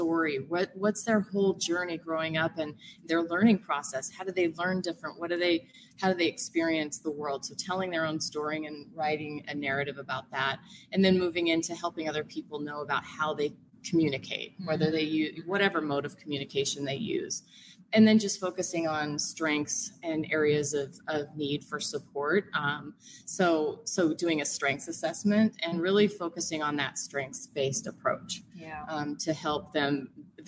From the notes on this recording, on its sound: LIVE from SPED Homeschool Family Retreat. LIVE from our first family retreat being held in partnership with the Joni and Friends ministry and MACHE (Minnesota Association of Christian Home Educators).